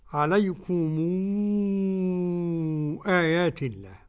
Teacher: قرأها ورش بالمد 6 حركات لأنها تصير عنده مدا منفصلة